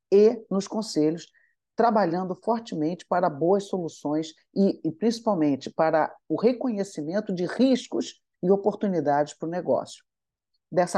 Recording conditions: video call